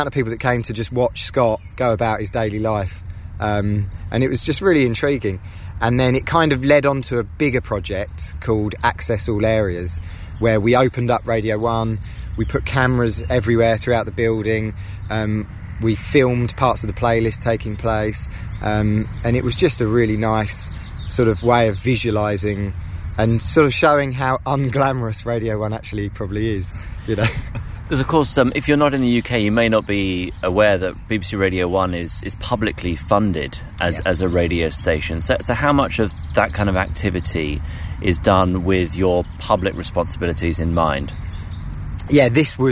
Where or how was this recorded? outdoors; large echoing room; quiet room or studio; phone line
outdoors